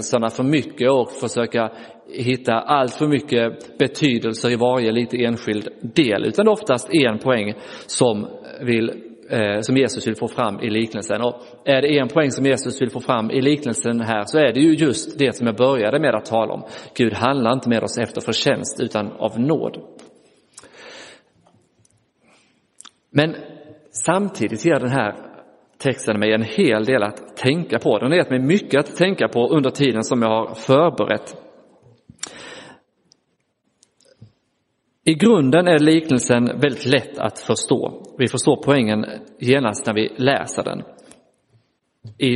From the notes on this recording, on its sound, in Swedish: Inspelad i Roseniuskyrkan den 28 januari 2024